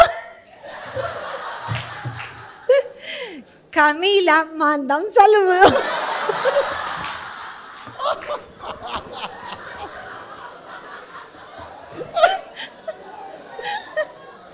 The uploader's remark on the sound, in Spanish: Primer Show en Vivo!!!!! Nuestro primer episodio en Vivo!!!!